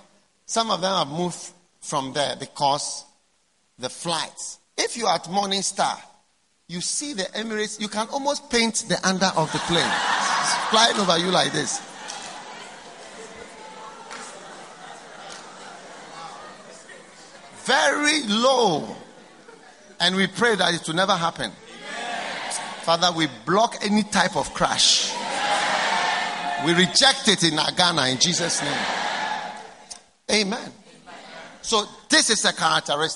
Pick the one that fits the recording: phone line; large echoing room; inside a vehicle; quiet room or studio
large echoing room